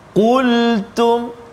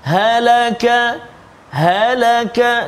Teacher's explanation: qaf dekat mana pangkal lidah kan belakang lidah dekat dengan anak tekak kaf depan dia halaka qu halaka ku.